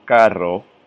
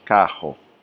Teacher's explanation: Outside of San Juan, many people pronounce the double letter R sound as if it were a J in Spanish or an H sound in English · Shown in: second take · Carro, for example, becomes cajo.